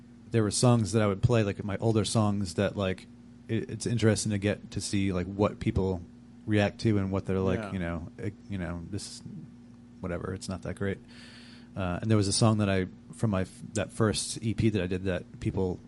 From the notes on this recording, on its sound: the Parlour for hosting this recording at their fine space on North Main Street in Providence